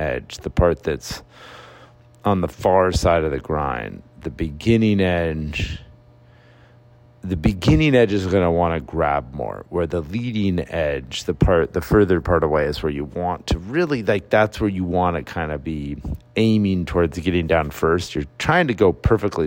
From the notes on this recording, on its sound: A free podcast from some dude in his car. Sorry about all the car noise, maybe someday I'll have enough time to record this while I'm sitting still.